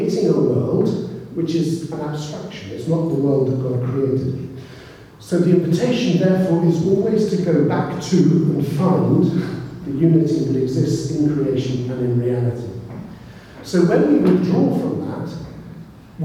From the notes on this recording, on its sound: keynote speaker at the launch of the Belfast Jesuit Spirituality Centre